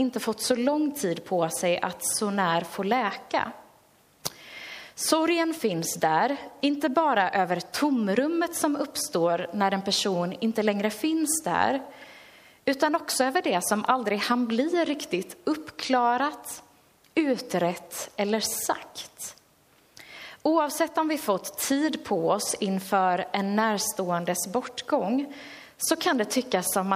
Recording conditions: large echoing room